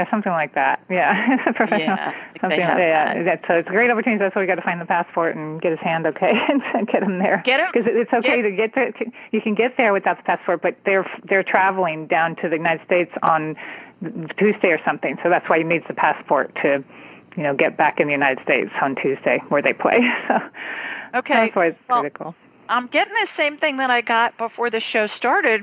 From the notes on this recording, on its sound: several callers from all over North America